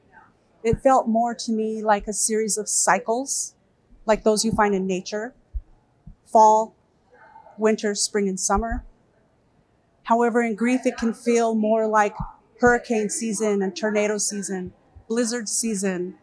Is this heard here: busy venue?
yes